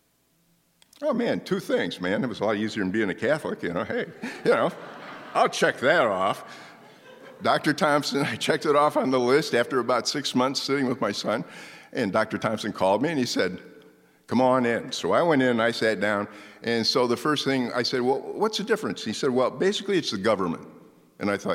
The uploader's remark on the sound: This live storytelling at First Pres, featuring real stories shared, in person, by fellow church members.